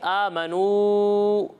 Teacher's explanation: یہاں پر مد منفصل ہے تو اسے آپ دو یا پھر ڈھائی الف کے برابر کھینچیں گے